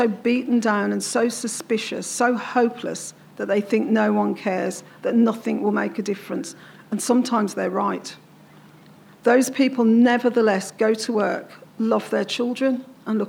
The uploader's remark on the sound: presenting the lecture in the beautiful environs of the Spiegeltent